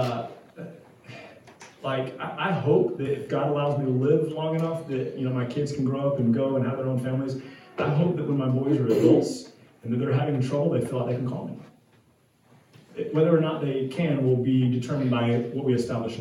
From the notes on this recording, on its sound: We apologize for the video and audio quality, some technical difficulties lead us to record with an iPhone this week.